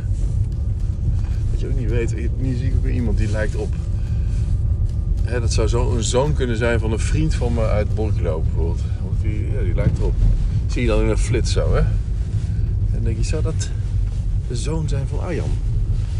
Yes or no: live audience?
no